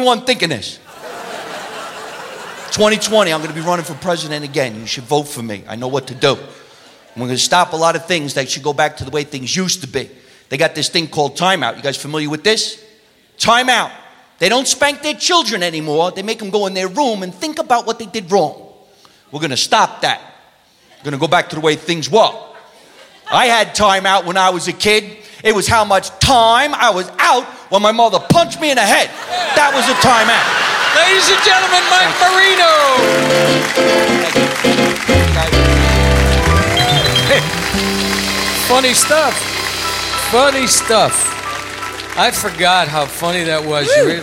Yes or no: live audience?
yes